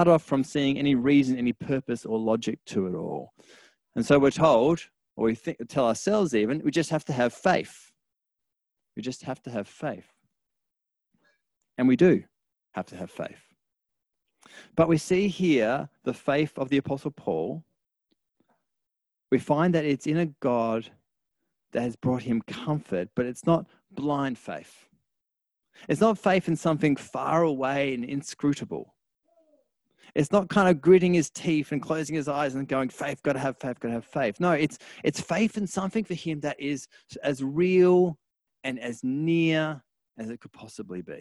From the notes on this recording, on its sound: our first ever live-streamed service